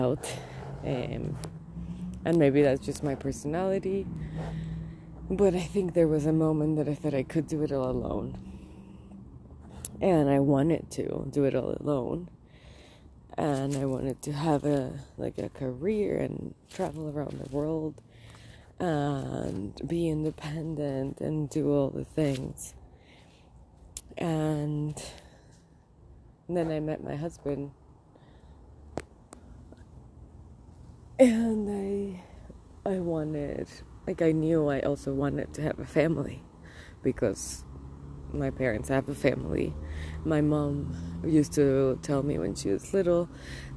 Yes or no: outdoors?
yes